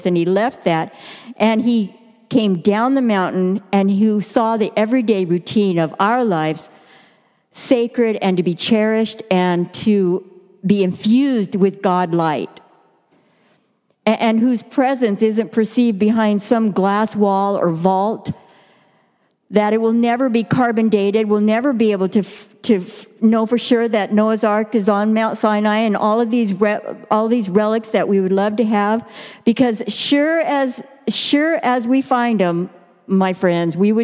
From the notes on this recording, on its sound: Delivered during the Contemporary Worship service.